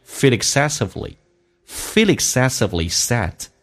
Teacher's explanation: feel 跟 excessively 用 L 跟后面进行连音